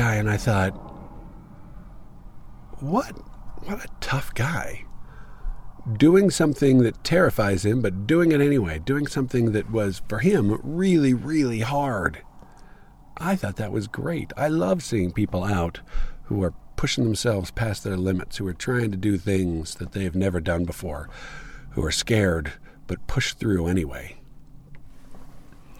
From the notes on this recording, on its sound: This was recorded sitting in my car at a trailhead in Moab, Utah. Something was a little wonky with the recorder (although it is probably more likely to be user error), so it sounds blown-out in parts when I get too enthusiastic.